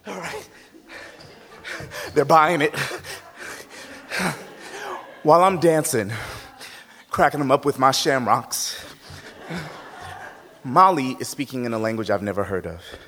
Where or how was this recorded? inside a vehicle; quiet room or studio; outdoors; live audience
live audience